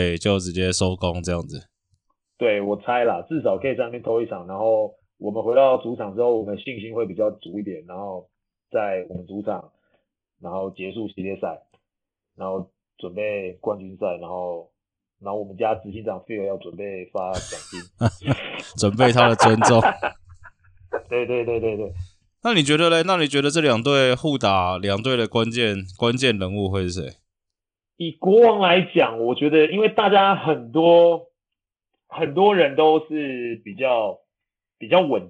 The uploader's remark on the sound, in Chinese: 遠距錄音網路出了狀況 本集音質大家多多包涵